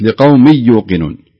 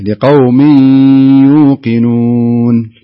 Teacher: أدغمت لكن بدون غنة · Shown in: first take · قلت لقوم يوقنون.